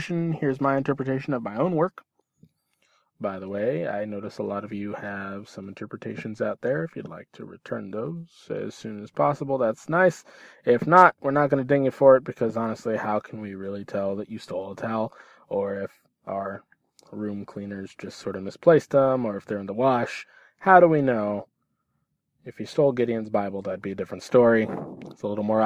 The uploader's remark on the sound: From my car, to your ears.